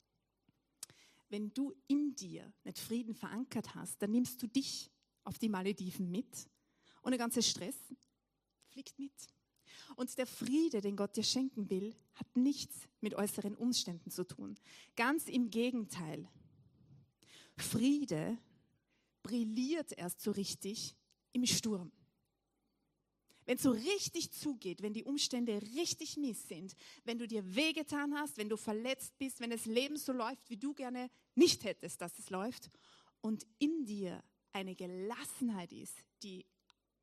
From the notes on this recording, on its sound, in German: Weihnachtsgottesdienst live aus der LIFE Church Wien.